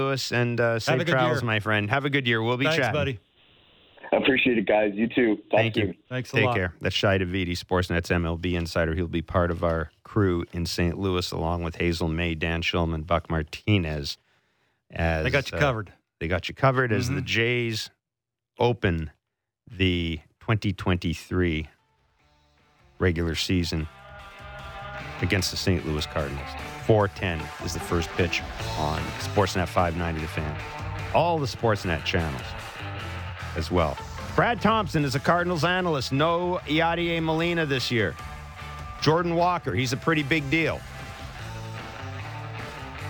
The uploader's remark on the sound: The guys open up the phone lines throughout the show for fans